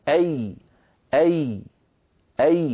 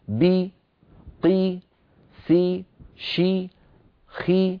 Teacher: كل هذه الحروف لما نطقتها ارتفع وسط اللسان وانخفض فك السفلي قليلا · Term: حرفا مكسورا